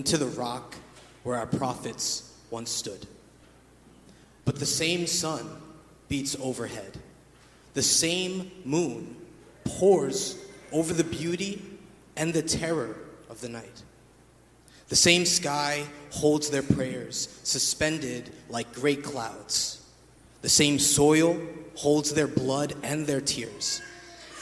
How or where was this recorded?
large echoing room